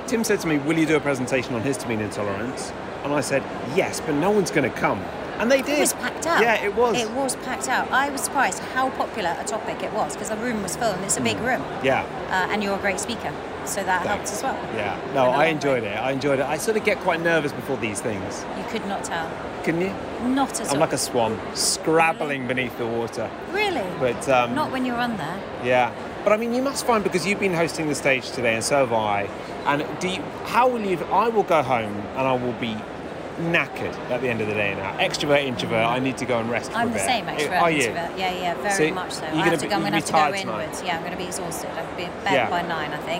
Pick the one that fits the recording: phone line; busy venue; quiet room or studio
busy venue